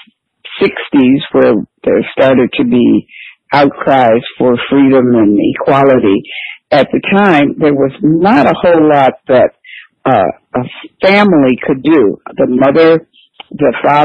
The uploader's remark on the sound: Unfortunately, large parts of our talk were lost due to technical difficulties. We conducted this interview by phone out of necessity, which is why there's no video, and I used new recording software for the first and last time.